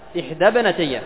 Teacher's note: تسقط الهمزة في درج الكلام · Term: همزة وصل